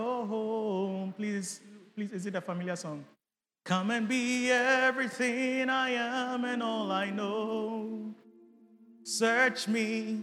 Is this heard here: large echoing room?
yes